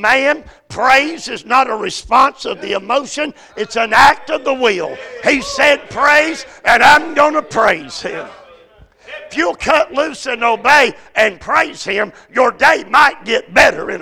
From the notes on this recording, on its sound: A message series preached at Crossroads Baptist Church by Dr.